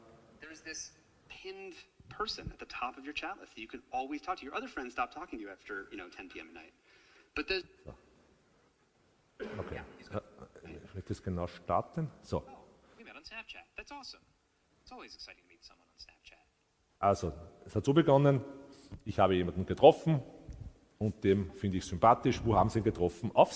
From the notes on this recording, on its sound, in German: Die Folge entstand vor Livepublikum im Palais Eschenbach.